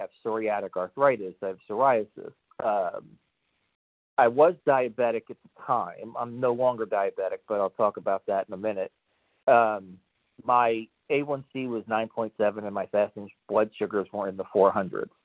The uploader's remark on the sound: 100 Pounders Phone Meeting